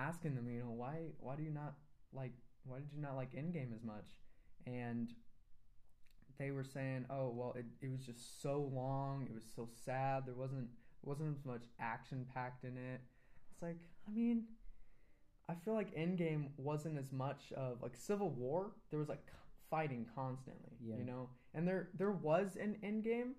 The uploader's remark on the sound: Sorry about the quiet audio still trying to work out the kinks.